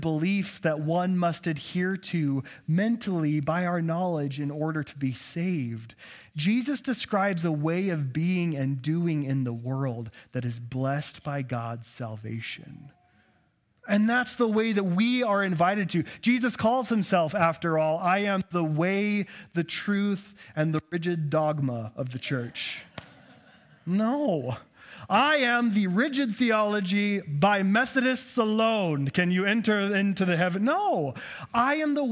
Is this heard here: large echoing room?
yes